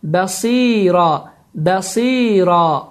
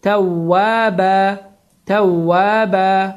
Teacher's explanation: Bəsira, bəsira və ya başqa misal, təvvəbən, təvvəbən, baxın, təvvəbən sözünün sonunda tənvin fəthə vardır və əgər həmin bu sözdə dayansaq və vəqf etsək, bu zaman məddül ivad baş verir ki, iki hərəkə miqdarında uzadılır və bu forma deyilir təvvəbə, təvvəbə.